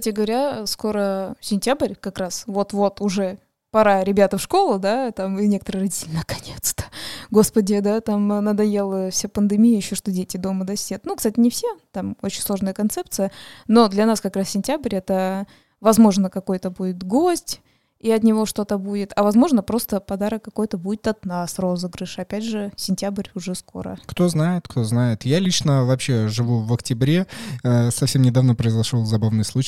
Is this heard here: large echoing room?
no